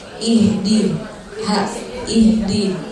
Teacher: Jadi dia bukan dari dada, dari tenggorokan ha-nya itu. Terus keluarnya itu nggak usah banyak, terlalu banyak angin, biasa aja. · Term: ha bersukun